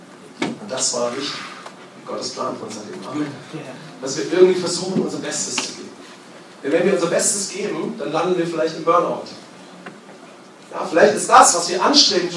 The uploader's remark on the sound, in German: Bei der Aufnahmen hatten wir leider Probleme mit unserem Mischpult und unsere Sicherheitsaufnahme hat zusätzlich ausgesetzt, so haben wir eine Handyaufnahme verwendet.